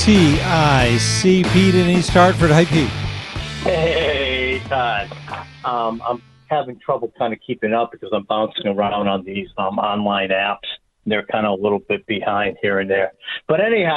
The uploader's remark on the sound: We have a Rant Hour and take calls